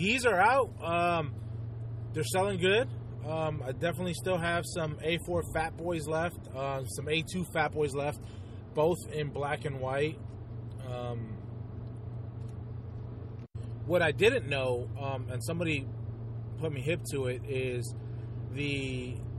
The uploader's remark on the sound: Just a quick carcast. (Well some I was driving).